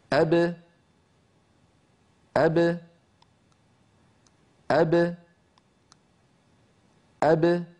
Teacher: الصوت يخرج بتباعد الشفتين وأن الفكان لا يبتعدان عن بعضهما عند تباعد الشفتين؟ فالذي يبتعد هو فقط الشفتان، ولو تباعد الفكان لانفتحت الباء فصار النطق أبا. · Term: باء ساكنة مقلقلة